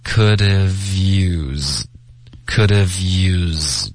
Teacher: could have 这一段 v 的音跟 used 会连读